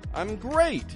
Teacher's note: Notice how I peak up my tone on great. I'm great. And then again on you.